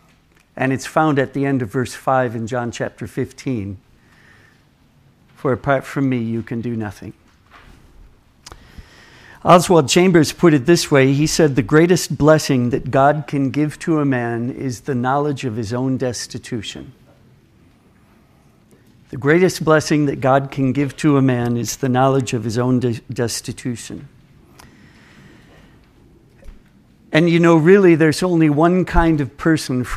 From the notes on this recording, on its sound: Session from the 2023 Thanksgiving Conference at His Hill Bible School in Comfort, Texas. Session from the 2023 Thanksgiving Conference at His Hill Bible School in Comfort, Texas.